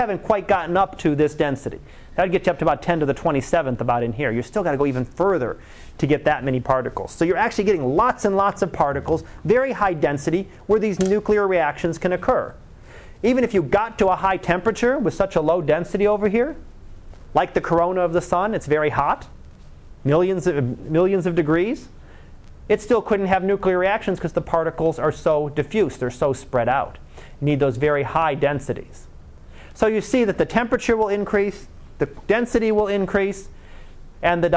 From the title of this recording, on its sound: Live Class Lecture